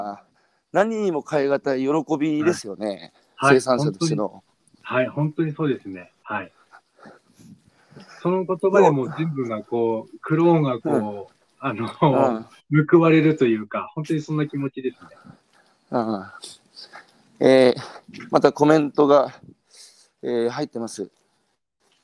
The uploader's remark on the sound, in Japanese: 宮城県石巻市十三浜で漁業を営む。歩きながら1時間、対談する。